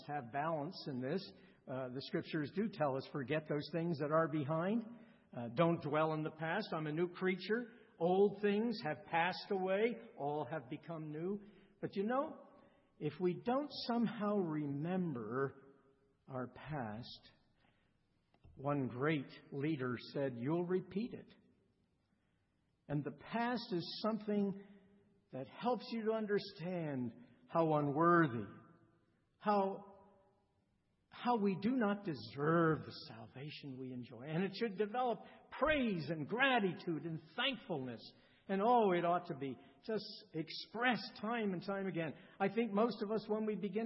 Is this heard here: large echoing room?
yes